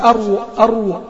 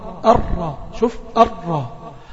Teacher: لا أنا عاوز الراء بدون ضمة الشفتين · Shown in: second take · يعني أنت لما تيجي تقرأ الراء ما تحاولش شفتين يكونوا مضمومين، أرى أرى شوف أرى، والشفتين عندي مش مضمومين لأن الضمة بتاع الشفتين، أو يعني ربما تتولد معك واو واو مع الراء، واحنا مش عاوزين دي.